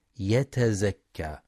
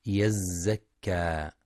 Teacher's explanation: حيث يخطئ بعضهم فيقرأ يزكى بزيادة تاء يتزكى، والصواب بالزاي المشددة يزكى · Shown in: second take